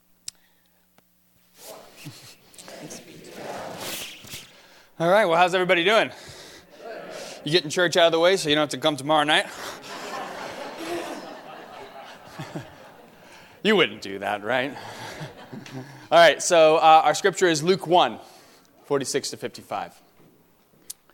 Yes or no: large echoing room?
yes